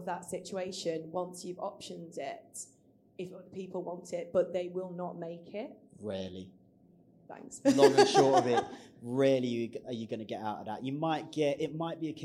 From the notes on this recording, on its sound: This episode is a live recording of our special writer's panel discussion at the New Voice Awards 2020.